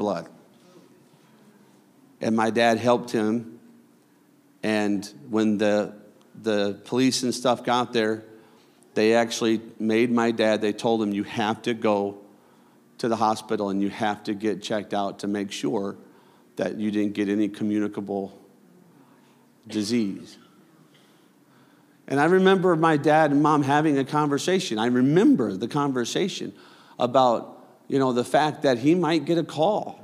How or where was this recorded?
large echoing room